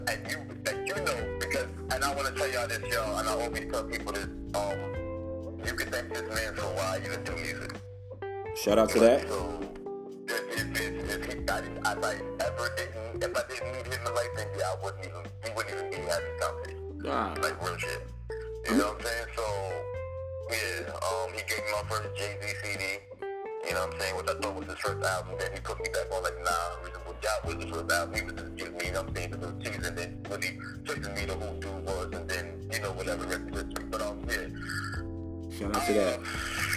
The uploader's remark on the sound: Unreleased Phone time Interview